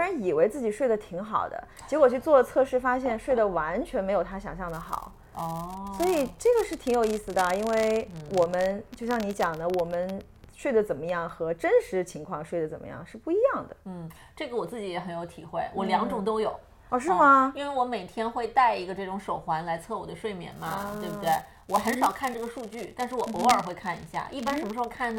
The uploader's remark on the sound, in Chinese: 很抱歉这期节目虽然录了好几遍，但因为设备问题，有一些杂音。